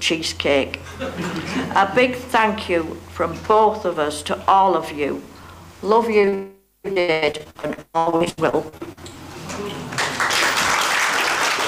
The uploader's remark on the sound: Live coverage of the funeral service. From the Chapel in Oldham Crematorium at Hollinwood Cemetery, Oldham.